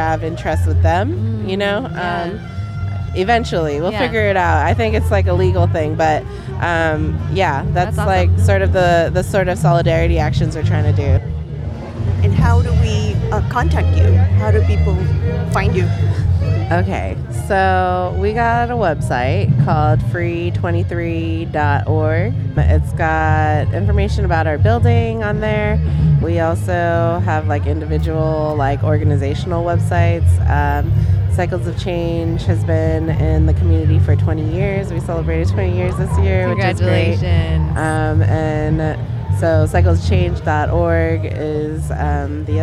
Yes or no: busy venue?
yes